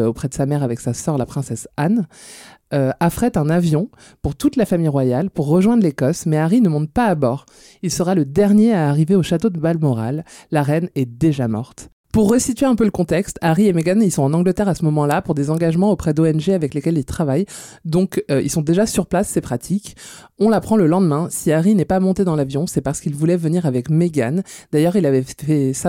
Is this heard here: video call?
no